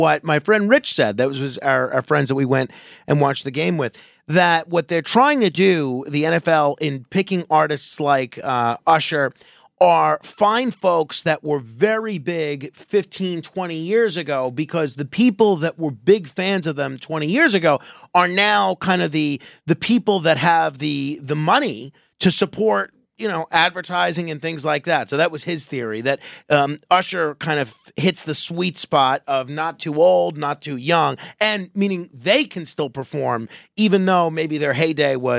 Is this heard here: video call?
no